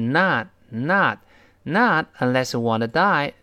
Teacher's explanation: not 最后那个 t，失去爆破。他没有跟后面那个 unless 那个前面那个 a 连